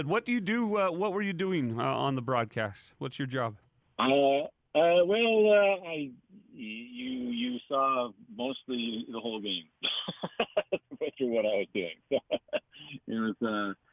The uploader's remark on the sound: took phone calls from Jazz fans